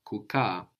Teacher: Kukaa, which in Swahili makes it like two syllables, which is why we have the accent on ka